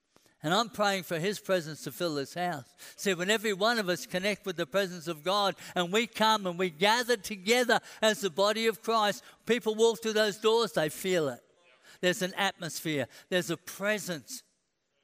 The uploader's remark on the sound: A message recorded at the Anointing Service at Vision Sunday